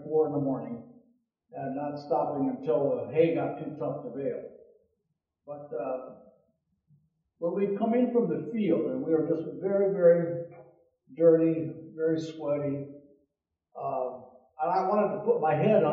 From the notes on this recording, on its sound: Audio quality is compromised.